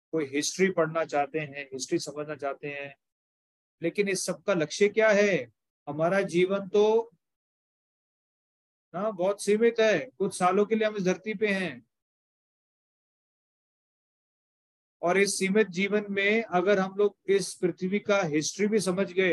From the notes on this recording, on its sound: Zoom online session.